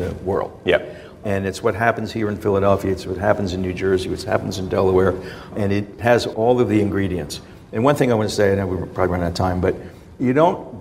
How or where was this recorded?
live audience